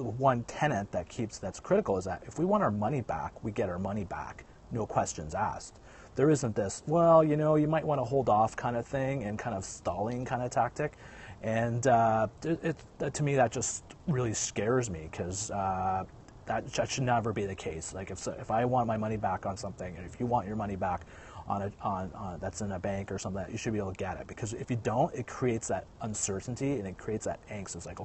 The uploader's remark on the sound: He's outside!